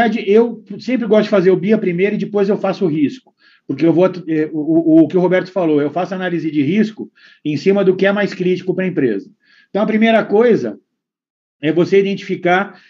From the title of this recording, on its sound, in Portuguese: Áudio Webinar Perinity